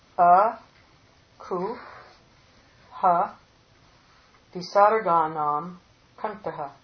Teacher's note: The kanta means the throat is the sthana, is the asya, the place of making.